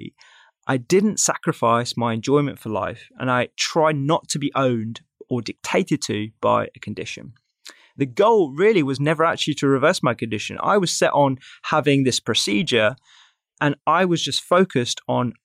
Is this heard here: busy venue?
no